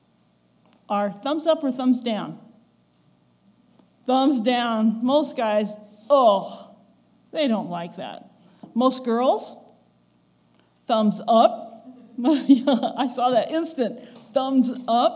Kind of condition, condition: setting, large echoing room